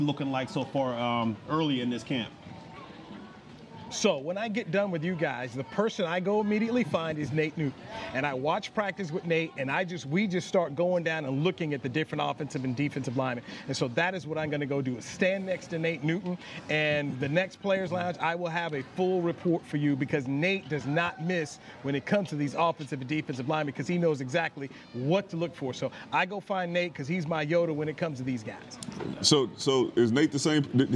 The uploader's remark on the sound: live from Dallas Cowboys training camp, in Oxnard CA